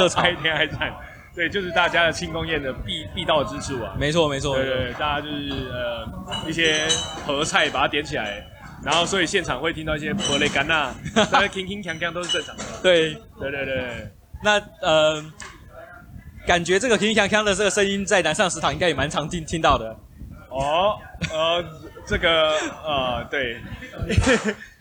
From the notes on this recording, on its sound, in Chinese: 錄音地點：阿添海產。錄音設備：Superlux TM58S + Maker hart Just MIC IV。